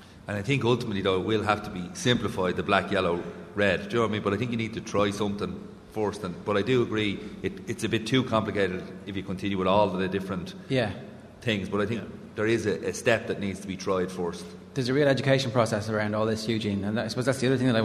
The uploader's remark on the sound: The Panel at the GAA Games Development Conference.